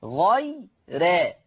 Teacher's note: قبلها ياء، نحها ايه؟ ومسبوقة بياء اللينة، يبقى حكم الراء الترقيق